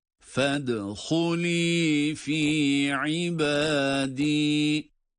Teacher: fed dal cezimli ve ince. Galgale harfi aynı zamanda